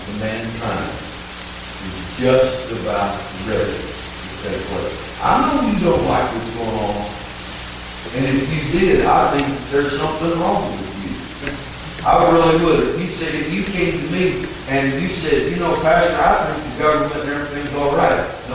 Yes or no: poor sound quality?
yes